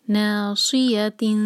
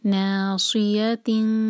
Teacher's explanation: نا دو حرکہ مد تبعی، ناصیۃ सौद को हैवी करके पढ़ेंगे, सी सी नहीं पढ़ेंगे